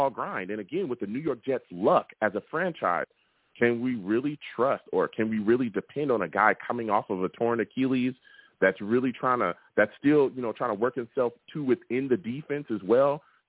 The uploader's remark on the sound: I also take live callers!